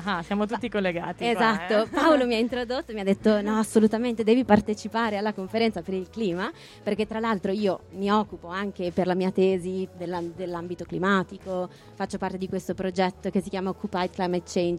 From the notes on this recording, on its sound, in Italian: Le interviste dell’Agenzia di Stampa Giovanile al Festival dell’Economia. In diretta dalla piazza che cresce della Fondazione Demarchi.